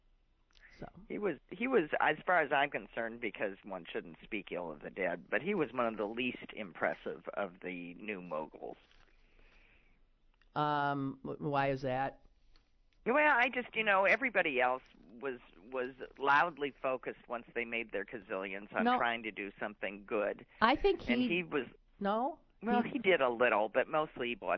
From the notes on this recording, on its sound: is on the phone today